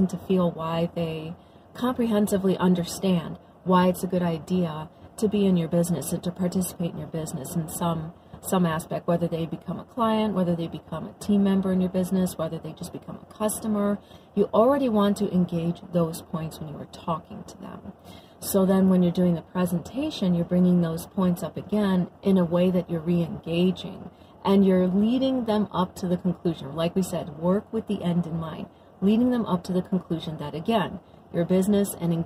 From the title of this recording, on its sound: Carcast